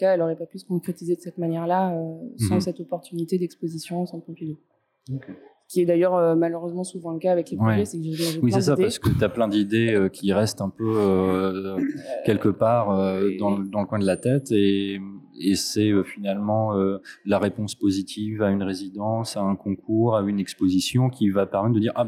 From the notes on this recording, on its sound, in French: Enregistré au Centre Pompidou dans le cadre du Festival Hors Pistes.